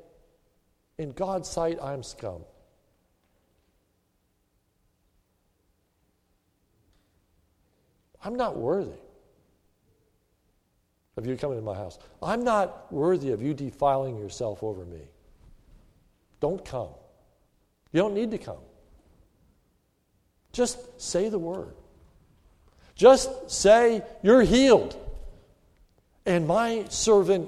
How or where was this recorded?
large echoing room